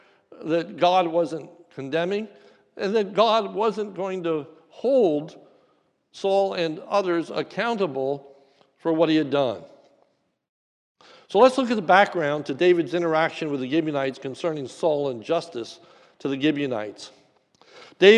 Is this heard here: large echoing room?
yes